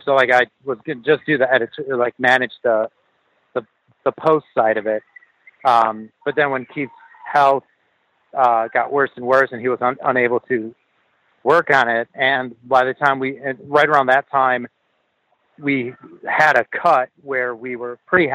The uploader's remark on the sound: We spoke on the phone. At the water park with his girls.